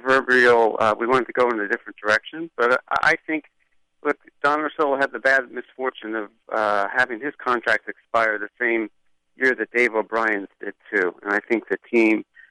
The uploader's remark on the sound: I’m sitting my basement! On the phone.